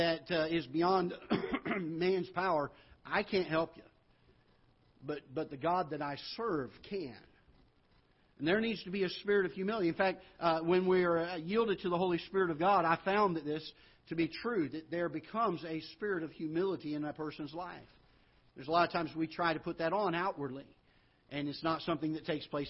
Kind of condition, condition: setting, large echoing room